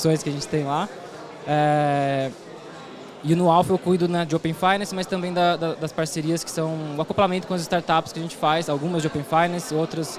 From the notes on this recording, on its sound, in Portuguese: Papo gravado ao vivo lá no Fintouch 2022.